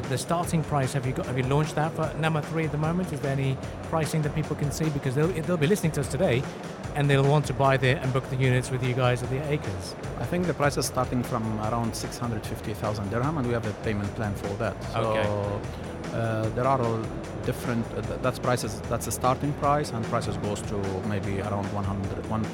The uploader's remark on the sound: during our special live broadcast show from ACRES 2024